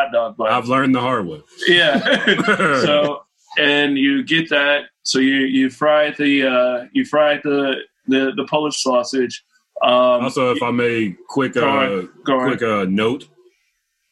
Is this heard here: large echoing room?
no